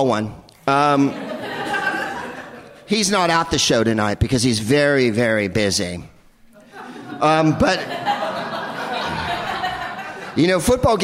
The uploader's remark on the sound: Live from the Upfront Theatre in Bellingham